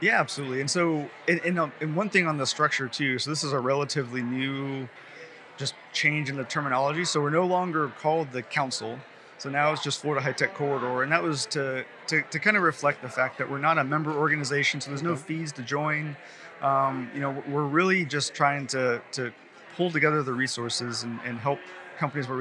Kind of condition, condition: setting, busy venue